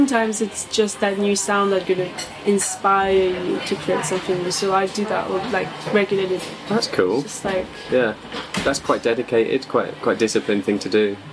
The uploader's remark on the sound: In this first episode we meet at a quirky cafe in North London called Edith's House , apologies for any distracting background noise.